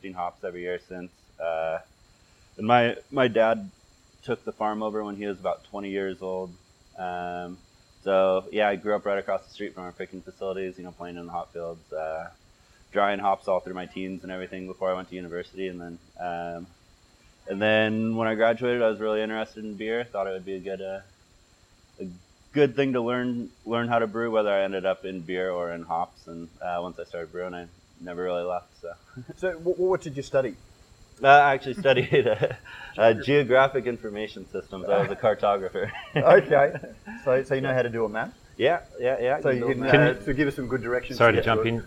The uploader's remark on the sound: We apologise for the quality of the audio.